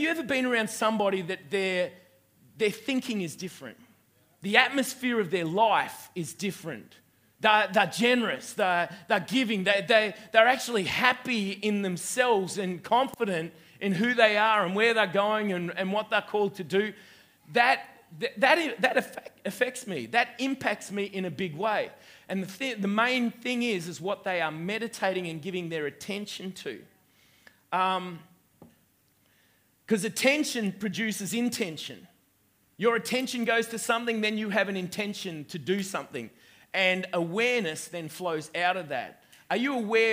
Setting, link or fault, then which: setting, live audience